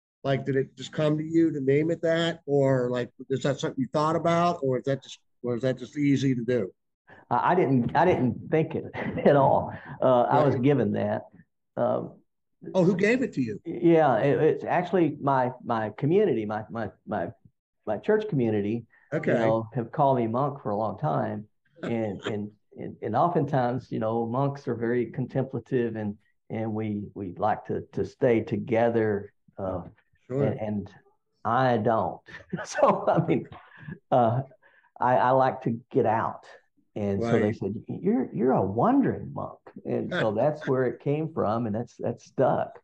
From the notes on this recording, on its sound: We sat together over a video teleconference and talked about hiking.